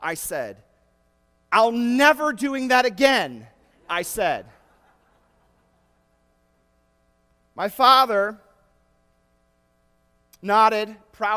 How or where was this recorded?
large echoing room